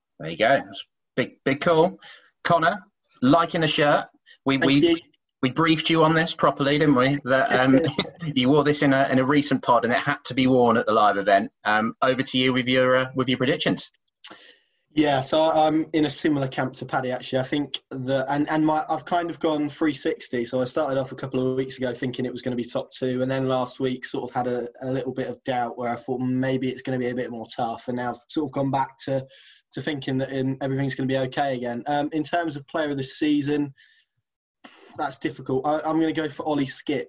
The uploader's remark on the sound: host the Pink Un Live online event